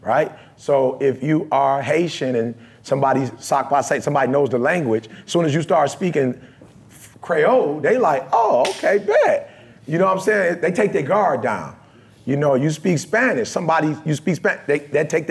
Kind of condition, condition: setting, live audience